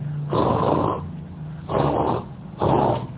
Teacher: مع لسان جوه، مفيش صوت من الحنجرة أهي، الحنجرة ما اشتغلتش · Term: الخاء